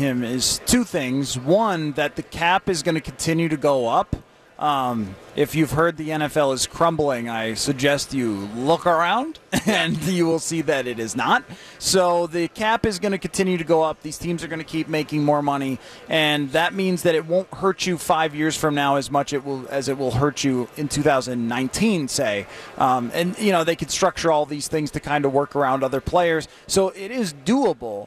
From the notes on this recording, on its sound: live from Radio Row all week